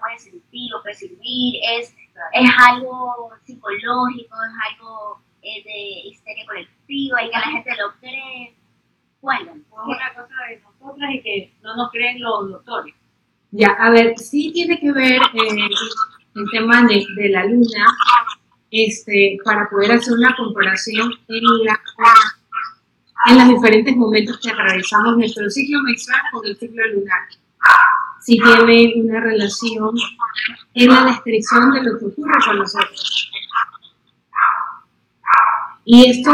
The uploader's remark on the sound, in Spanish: En vivo. Disculpen la calidad del audio.